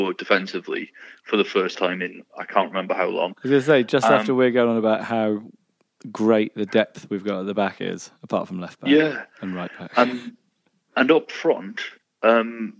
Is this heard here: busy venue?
no